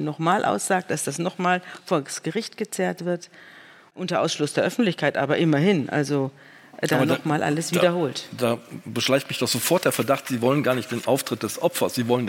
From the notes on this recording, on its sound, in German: vor Livepublikum im Hamburger Schauspielhaus